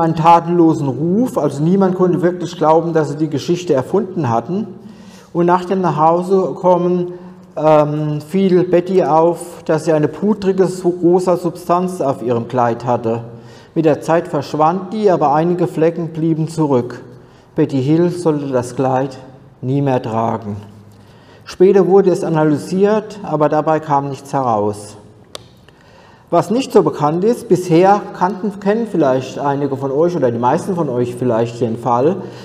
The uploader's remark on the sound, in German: Aufzeichnung des Vortrags auf der ALIEN.DE Konferenz am 19.08.2023 in Frankfurt am Main.